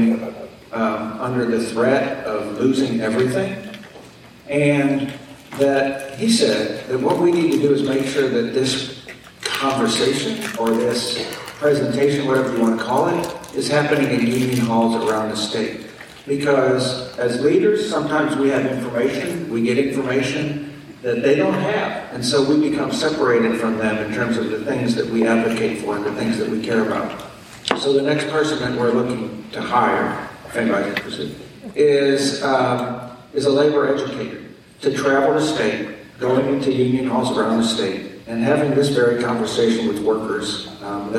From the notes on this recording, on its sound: a captivating panel discussion from the 2022 Oregon AFL-CIO convention